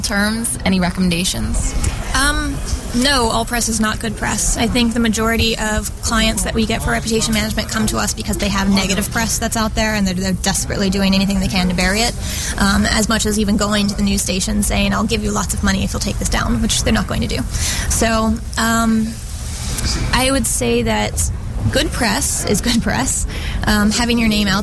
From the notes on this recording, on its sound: host the show on location from SES New York 2010